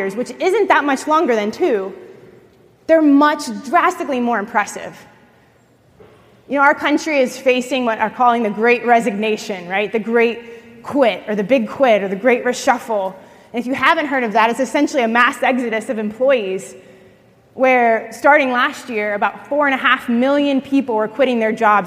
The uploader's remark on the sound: at the L3 One Day Leadership Conference